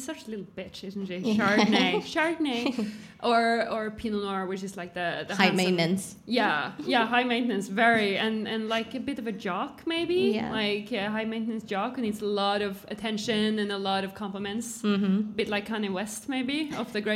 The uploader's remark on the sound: Bonus episode from the LIVE PODCAST at the Bra Kokt Festival in Bergen!